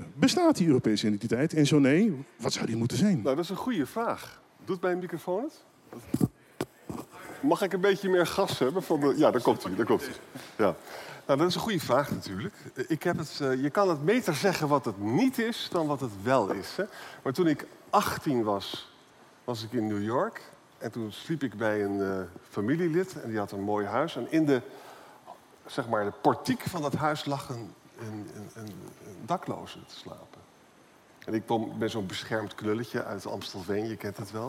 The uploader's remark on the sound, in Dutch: Live vanaf het nationale congres. Live vanaf het Volt Nederland congres in de Jaarbeurs Utrecht.